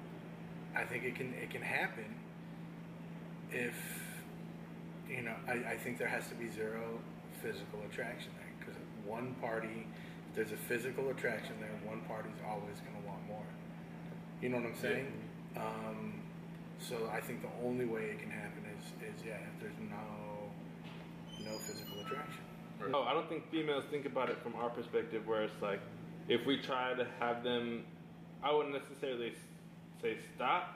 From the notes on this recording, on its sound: WE APOLOGIZE FOR THE COMPLETE SILENCE AND BACKGROUND NOISE WE ARE AT WORK SO THINGS HAPPEN